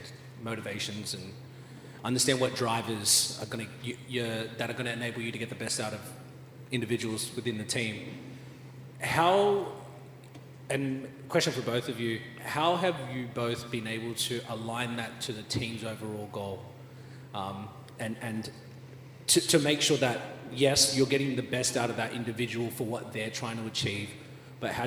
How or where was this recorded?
live audience